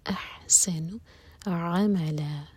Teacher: سین سیٹی والی آواز کے ساتھ, احسن عملا، عین حلق سے، لا دوہر کا لمبا، یہ